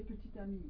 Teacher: a little bit of T because it's going into the vowel